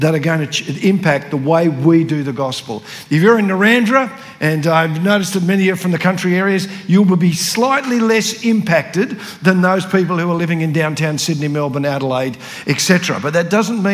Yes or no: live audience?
yes